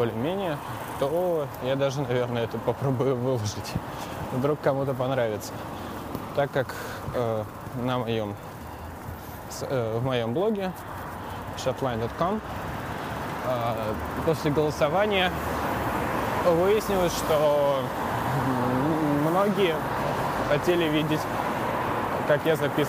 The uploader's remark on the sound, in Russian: Особенности передвижения на велосипеде по Хельсинки. Настоящие звуки финского города.